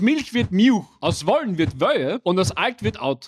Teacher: Das L verschwindet einfach und wird zu einem U.